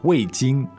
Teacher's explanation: Fourth tone and first tone.